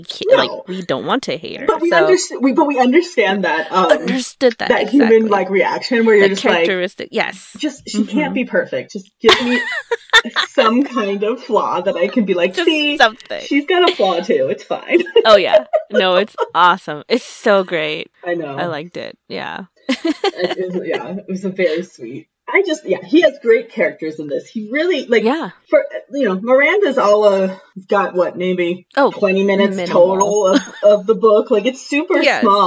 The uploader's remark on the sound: Apologies for the recording quality of this episode. We have fixed the issue.